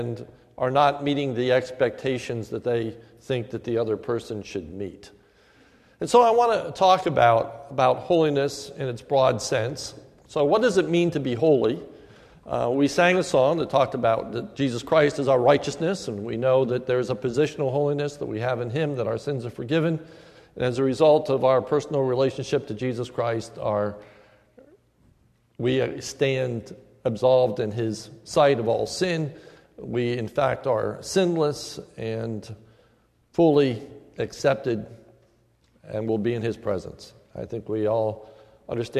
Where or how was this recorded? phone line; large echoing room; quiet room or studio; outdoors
large echoing room